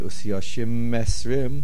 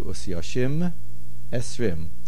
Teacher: The word Esrim begins with an Ayin. Ayin is a groinis, a guttural sound. · Shown in: second take · Aleph, Hey, Ches, Ayin are weak sounds.